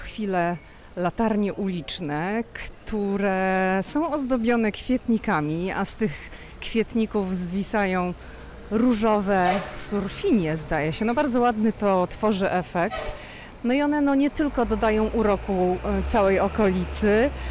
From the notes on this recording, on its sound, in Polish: Odcinek nagrany na ulicach Georgetown, historycznej dzielnicy Waszyngtonu znanej z urokliwych uliczek, przy których stoją domy w zabudowie szeregowej, z drzwiami pomalowanymi w różnych kolorach.